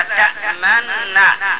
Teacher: وأما أبو جعفر له الإدغام مع السكون المحض